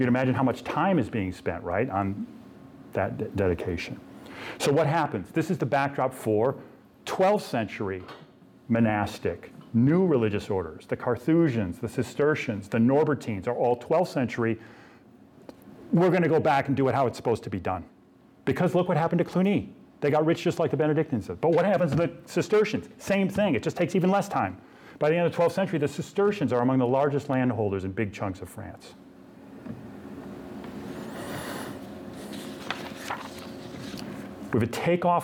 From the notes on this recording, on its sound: This lecture was given on October 19th, 2023, at the University of Oregon.